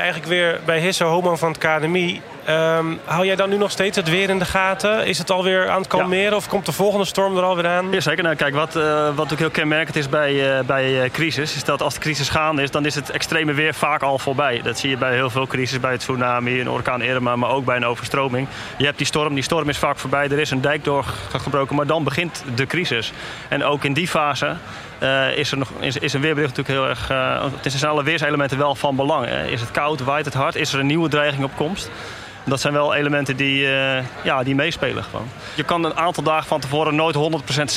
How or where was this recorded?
busy venue